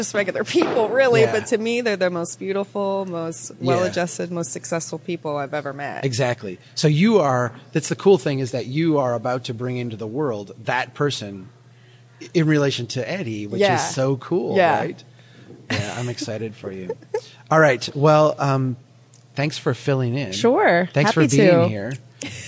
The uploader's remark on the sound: Reporting live from CNU24 in Detroit.